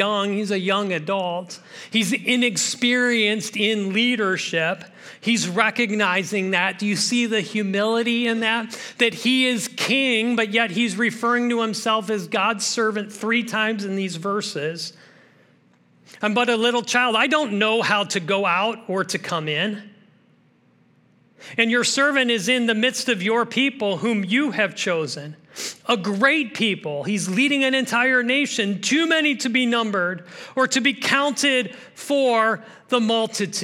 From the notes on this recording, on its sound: This message was originally preached at Highpoint Church on Sunday, August 27, 2023.